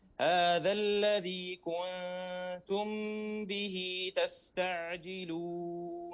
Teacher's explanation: الميم ساكنة وبعدها الباء في كلمة كنتم فهنا الإخفاء إخفاء الشفوي